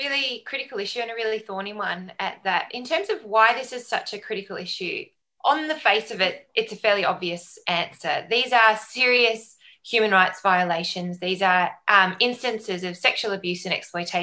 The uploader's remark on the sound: Recorded live as a webinar on 24th November 2020.